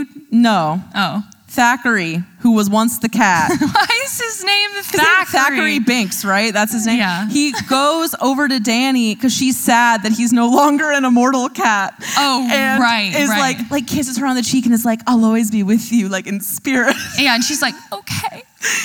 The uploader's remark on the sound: our first-ever LIVE episode, recorded at the She Podcasts Live conference in Scottsdale, Arizona